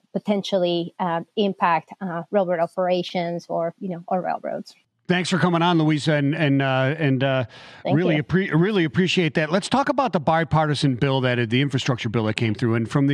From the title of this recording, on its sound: LIVE from FreightWaves' Intermodal Summit